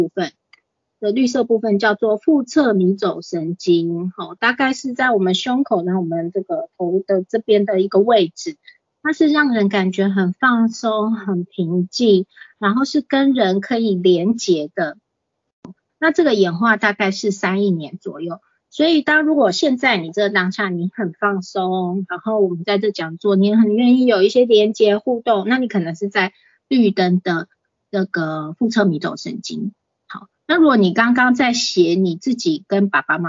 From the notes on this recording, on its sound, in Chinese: 此為線上課程錄音檔！